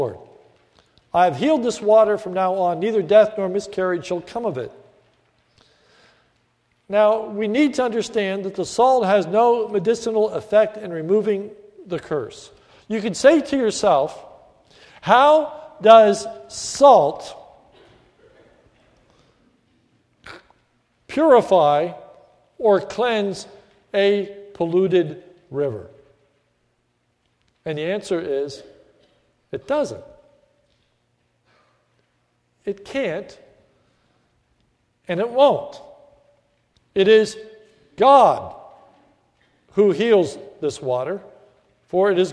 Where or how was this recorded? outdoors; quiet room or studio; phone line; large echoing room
large echoing room